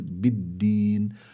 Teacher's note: الدال فيها جهر والدال فيها قلقلة لما بتكون في حالة السكون